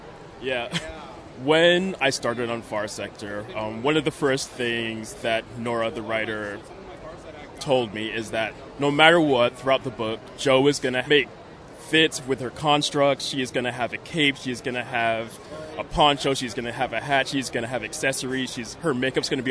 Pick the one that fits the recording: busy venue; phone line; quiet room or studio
busy venue